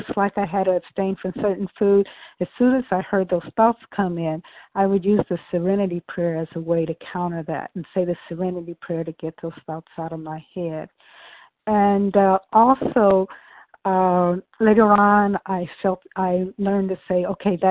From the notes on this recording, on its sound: from the 100 Pounders Phone Meeting on 12/11/20